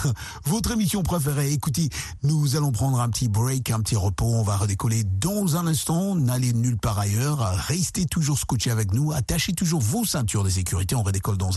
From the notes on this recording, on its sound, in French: Laisse la parole aux auditeurs et auditrices pour partager et débattre des sujets socio-culturels. Cette émission est interactive par téléphone.